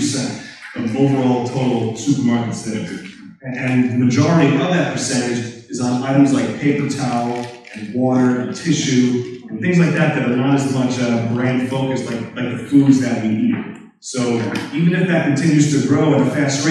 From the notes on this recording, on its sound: Marcum Food & Beverage Summit. The event was held on September 10th at Convene Conference Center in Manhattan, NY.